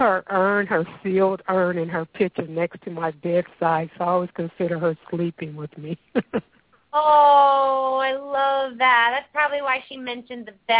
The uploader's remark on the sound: open up the lines for listeners to call